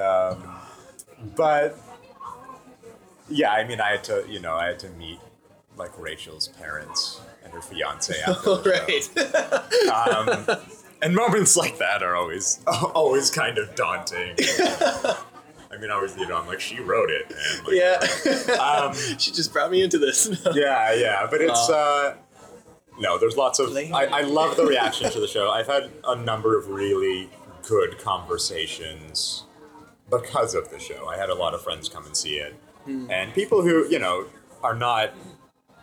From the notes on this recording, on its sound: Have a drink in a pub. In and around Toronto.